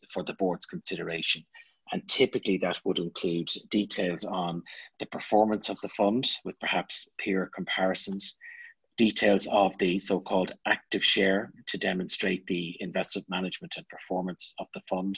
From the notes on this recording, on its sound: an extract of the recording of the specific webinar on 24 April 2020